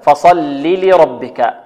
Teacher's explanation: أو لأن فعل الأمر بني على حذف هذه الياء الأصل فصلي صلى يصلي صلي لكن حذفت الياء لأن الفعل الأمر مبني على حذف حرف العلة لأن فعل معتل الآخر نقول فصلي لربك فصلي لربك لام بعدها لام ونرقق الفاء ونفخم الصاد هكذا فصلي لربك ولابد من تبيين اللامين أو الحرص على توضيح حركة اللام الأولى المكسورة · Term: تجاور مثلين